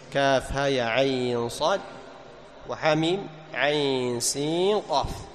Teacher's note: هذه العين لك فيها وجهان، الطول ست حركات والتوسط أربع حركات